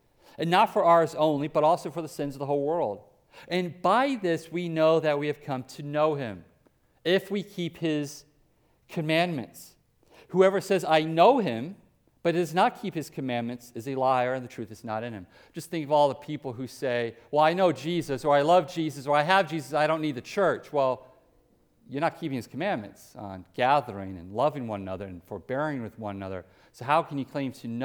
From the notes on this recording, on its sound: Preached at Hope Community Church, West Salem, WI